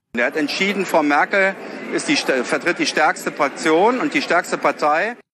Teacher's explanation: Es ist für mich kein warmer, engagierter, vielleicht auch zielgerichteter Sprachfluss, sondern es ist so ein bisschen, ja, Staccato.